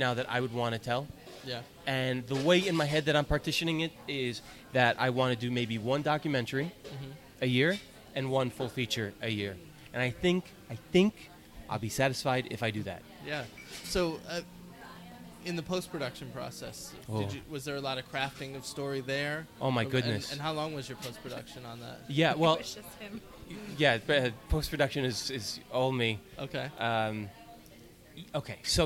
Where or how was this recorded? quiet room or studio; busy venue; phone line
busy venue